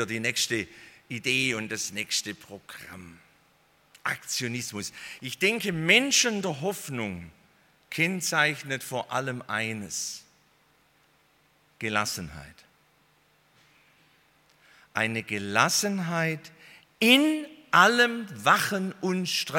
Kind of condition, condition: setting, large echoing room